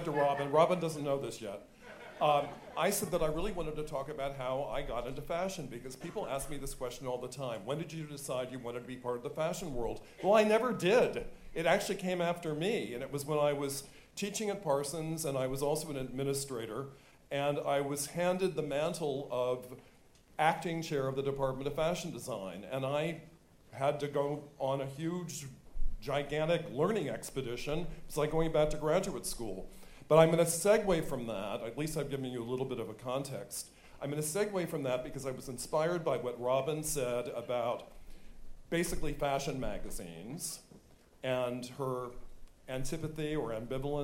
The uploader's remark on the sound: In the first of three episodes dedicated to this live show